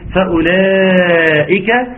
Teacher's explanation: خدوا بالكم من ترقيق الفاء